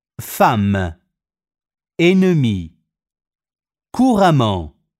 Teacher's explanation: Le doppie NN e MM non formano una nasale.